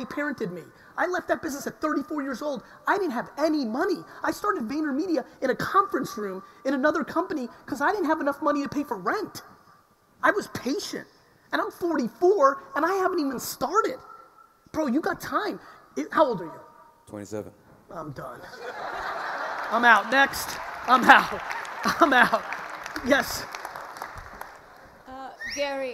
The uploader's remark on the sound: This episode is from a keynote. In Dubai.